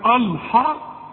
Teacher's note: خد بالك اوعى تفخم الحا ابدا في القرآن